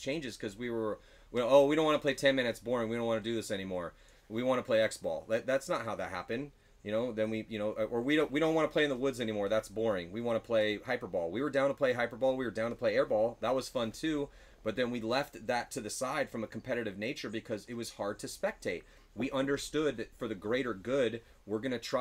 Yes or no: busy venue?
no